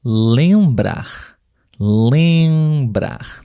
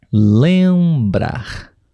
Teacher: Nós soltamos, liberamos um pouco de ar pelo nariz. · Term: som é nasal